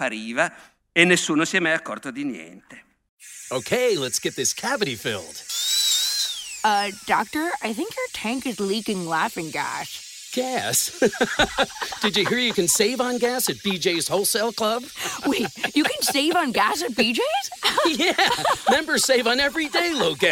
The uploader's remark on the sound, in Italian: Festival della Comunicazione, Camogli 2017.